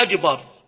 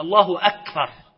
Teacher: فلا يجعل الكاف كافا مع أنها ساكنة مهموسة · Shown in: second take